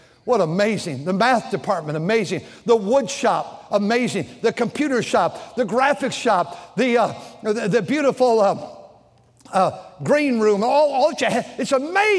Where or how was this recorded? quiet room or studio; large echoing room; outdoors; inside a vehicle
large echoing room